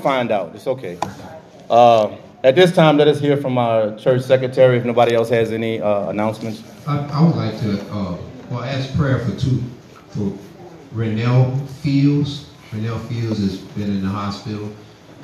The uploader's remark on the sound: This message was recorded in the sanctuary of "True Vine Missionary Baptist Church in Hauhnville Louisiana where I am the pastor.